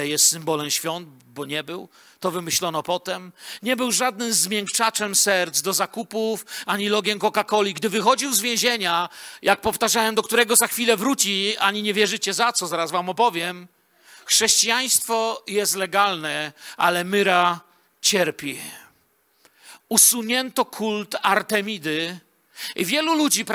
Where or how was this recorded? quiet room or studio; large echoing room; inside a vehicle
large echoing room